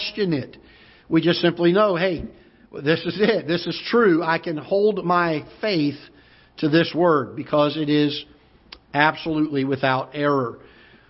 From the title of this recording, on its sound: Ketha Heights Baptist Church ~ Live Broadcast